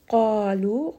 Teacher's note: Qalu, qa is a two-count med. This is a heavy med because qaf is heavy. So the alif becomes heavy as well. Lu is a two-count med.